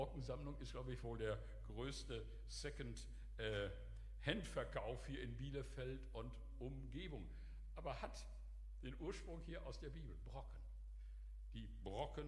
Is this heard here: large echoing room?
yes